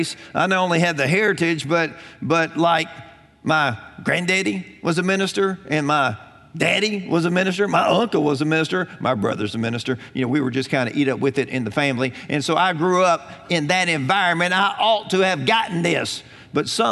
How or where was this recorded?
large echoing room